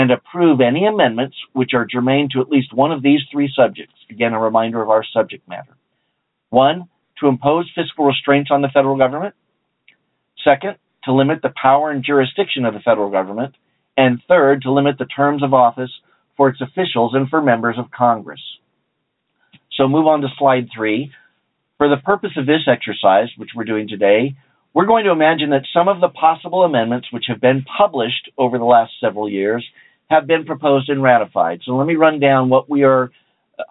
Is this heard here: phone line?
yes